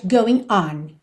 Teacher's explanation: Aqui ela dá até uma pausinha entre going e on.